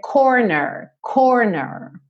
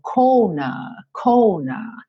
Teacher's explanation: No inglês mais britânico, você tem, na verdade, um alongamento da vogal anterior. · Shown in: second take